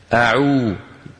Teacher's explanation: مخرج الواو غير المادية بانضمام الشفتين إلى الأمام